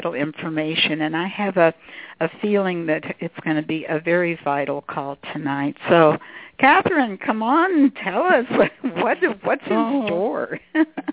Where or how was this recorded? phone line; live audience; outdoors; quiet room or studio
phone line